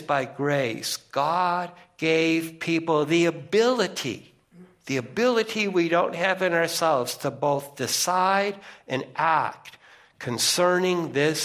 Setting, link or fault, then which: setting, large echoing room